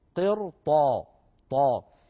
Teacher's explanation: فحرف الاستعلاء الذي بعد الراء وهو الطاء هنا المفتوحة يؤثر على الراء الساكنة فيفخمها، ولا يؤثر على الراء الساكنة الكسر الذي قبلها وهو قي